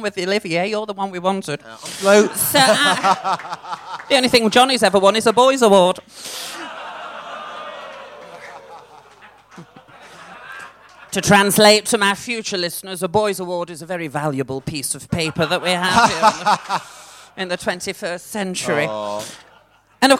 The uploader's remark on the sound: Recorded in front of a Live audience at London's Royal Vauxhall Tavern.